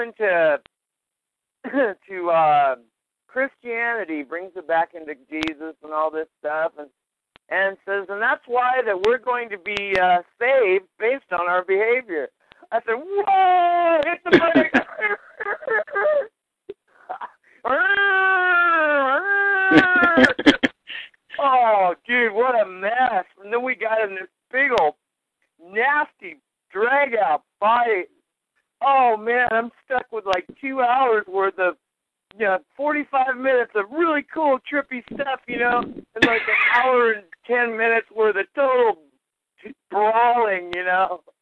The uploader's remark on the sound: This call was recorded